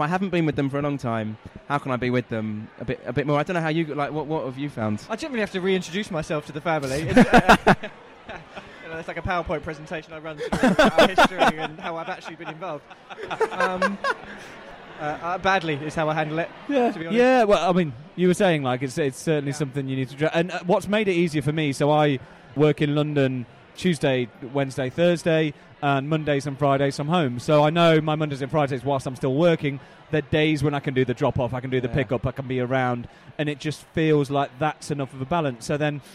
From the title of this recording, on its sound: Live from IFC